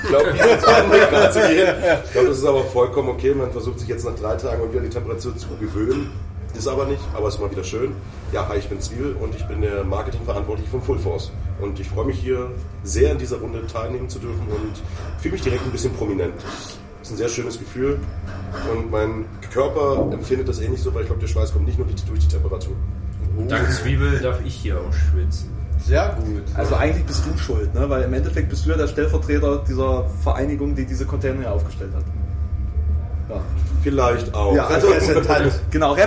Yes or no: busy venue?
yes